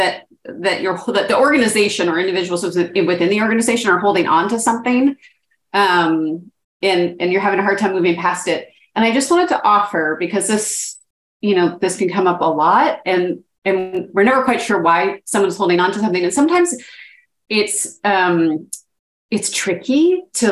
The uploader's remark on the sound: This webinar was originally recorded. In this coffee talk, we hear grantmakers, scholarship providers, and community foundations share challenges. Communicate For Good Webinar Recording.